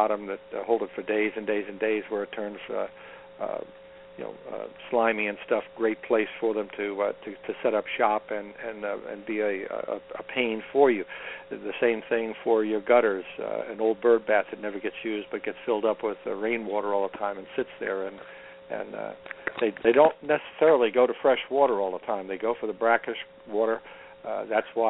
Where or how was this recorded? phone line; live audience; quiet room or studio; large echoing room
phone line